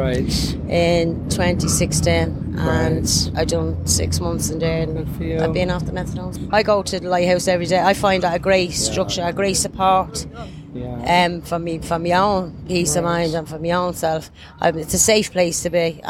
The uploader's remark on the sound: Outside a Dublin drug clinic, where drugs are bought and sold on the street.